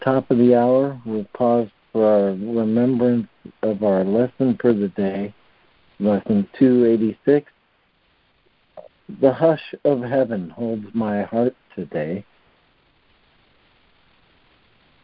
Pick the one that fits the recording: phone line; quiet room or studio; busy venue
phone line